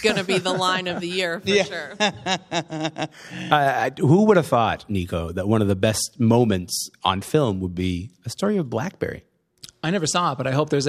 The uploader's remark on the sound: Recorded in front of a live audience in Toronto's Glenn Gould Studio as part of the CBC's annual food drive, Sounds of the Season.